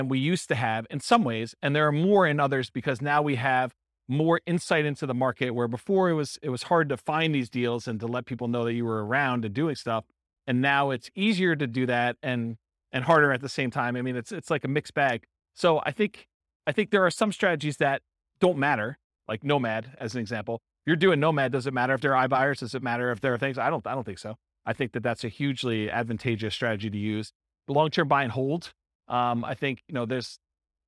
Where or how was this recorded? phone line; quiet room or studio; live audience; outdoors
live audience